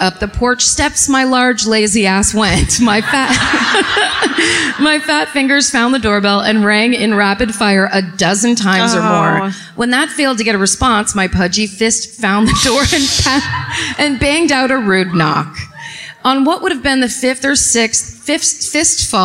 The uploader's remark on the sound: Live at My Favorite Weekend in Santa Barbara. Recorded live at the Arlington Theatre.